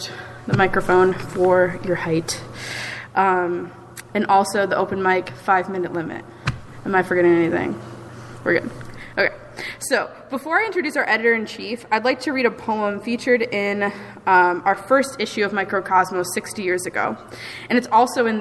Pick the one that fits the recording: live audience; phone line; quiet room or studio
live audience